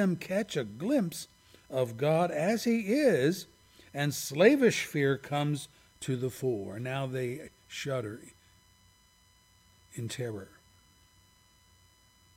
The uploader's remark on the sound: services recorded at Thornville Baptist Church